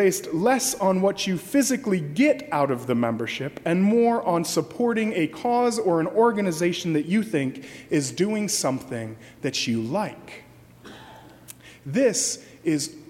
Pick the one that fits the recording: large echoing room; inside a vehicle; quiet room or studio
large echoing room